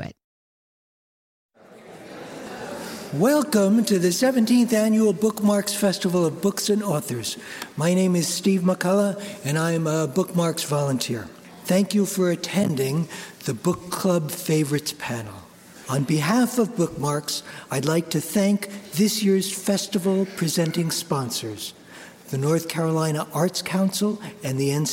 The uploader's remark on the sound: LIVE from Bookmarks! Four dynamic authors gathered to speak on a Book Club Favorites panel last month at the Bookmarks Festival of Books & Authors. The Bookmarks NC Festival of Books & Authors.